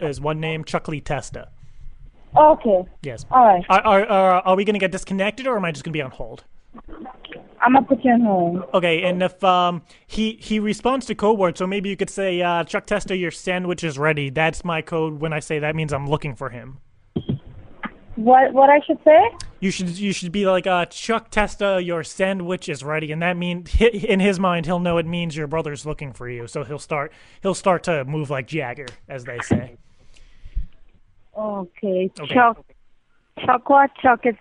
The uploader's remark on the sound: they put him on the phone with us.